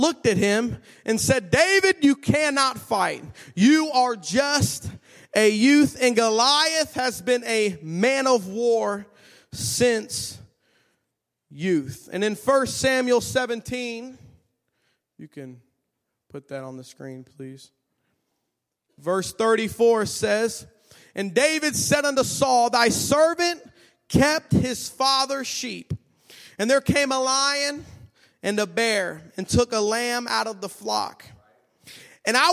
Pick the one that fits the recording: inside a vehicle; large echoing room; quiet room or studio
large echoing room